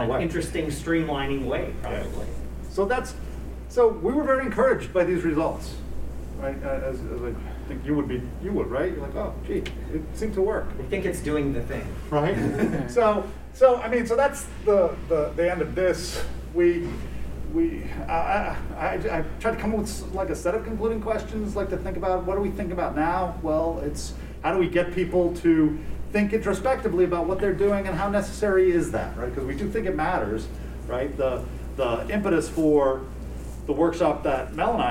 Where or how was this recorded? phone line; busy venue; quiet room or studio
busy venue